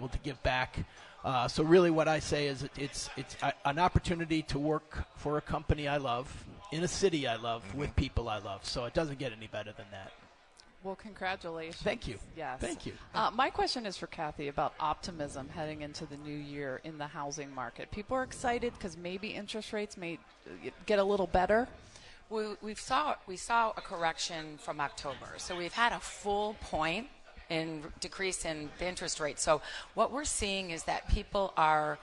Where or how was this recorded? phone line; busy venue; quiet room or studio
busy venue